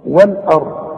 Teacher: ما دام أقول والأرض الهمزة لازم أرققها أقول وال أقول والآ اللام رققها والهمزة رققها وفخم الراء